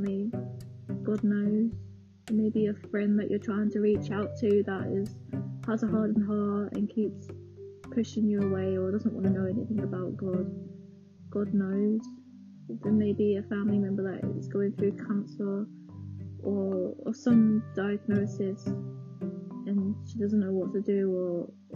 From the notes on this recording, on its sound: Sorry the quality is rubbish I was recording through my headphones again